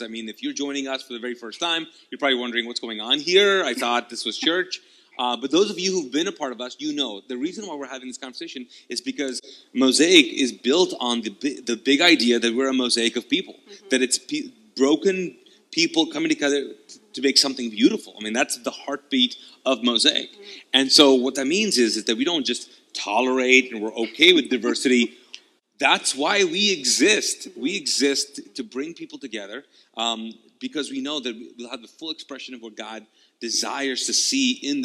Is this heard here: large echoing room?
yes